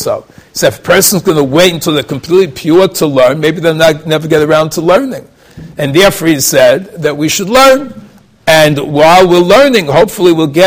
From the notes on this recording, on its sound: Shiur recorded in Yeshivas Ohr Reuven, Monsey, NY.